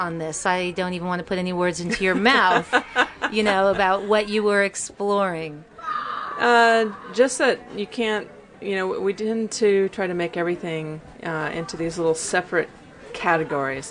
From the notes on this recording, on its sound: Trailer Talk is combination live performance, community event and radio broadcast based in the New York's Catskills region.